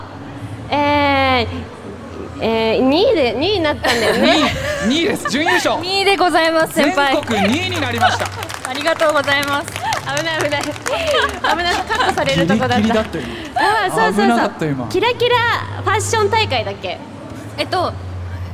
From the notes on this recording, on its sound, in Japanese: おゆらじ公開収録！公開収録、出演者もスタッフもとっても楽しかったです。